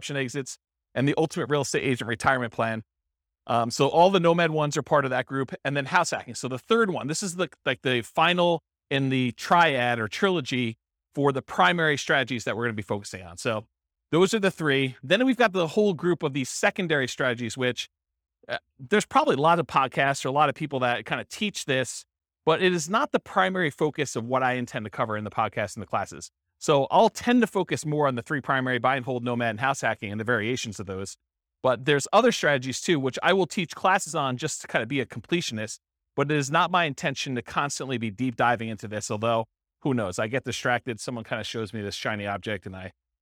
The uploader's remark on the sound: This was a live class recorded